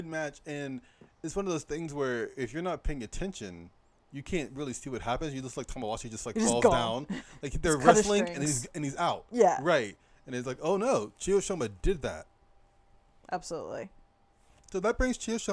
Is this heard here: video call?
no